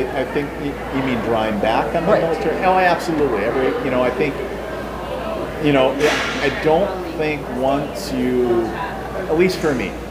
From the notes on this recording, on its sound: Recorded at MI Paracon 2023